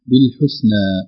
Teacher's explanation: الألف المقصورة تمد مدا طبيعيا، إذا من جهة المد تمد مدا طبيعيا مقدار 2 حركات ولا يبالغ في المد.